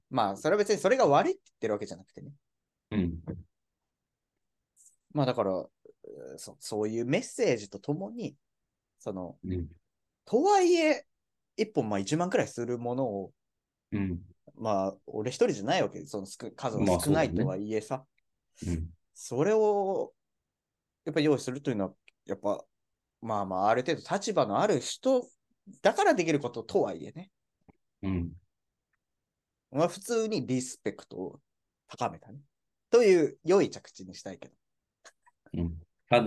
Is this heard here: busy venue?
no